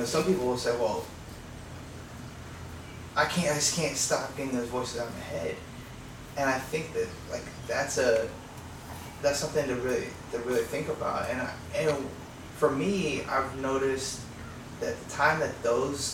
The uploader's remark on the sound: Apologies for some technical difficulties with microphones.